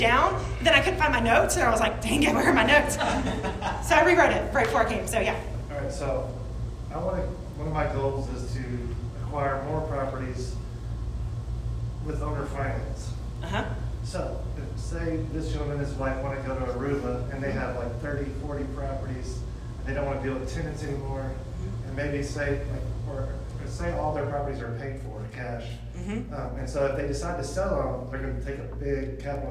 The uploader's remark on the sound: This episode is a recording from the Chapin Real Estate investment association